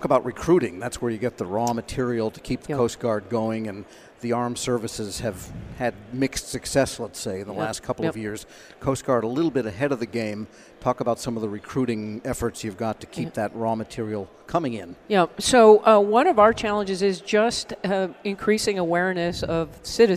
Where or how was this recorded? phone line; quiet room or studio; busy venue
busy venue